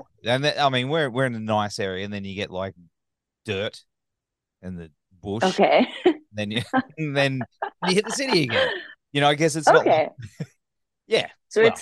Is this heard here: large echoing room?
no